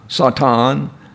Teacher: Satan is actually the first syllable that's emphasized.